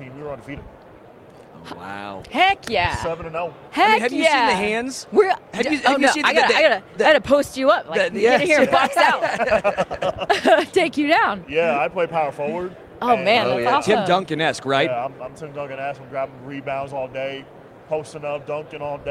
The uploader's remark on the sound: Live from Super Bowl LVIII